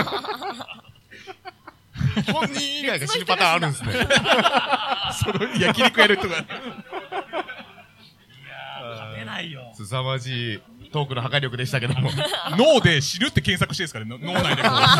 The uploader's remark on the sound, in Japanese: 公開収録 怪奇派プロレスラー総選挙 結果発表inネイキッドロフト後編。